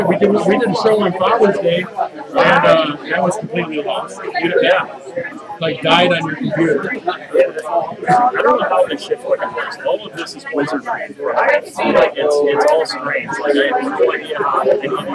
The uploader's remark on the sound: The audio plain sucks.